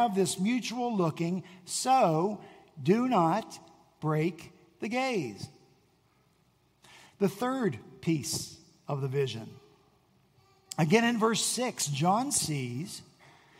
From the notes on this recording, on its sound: At Redeemer Presbyterian Church in Charleston, SC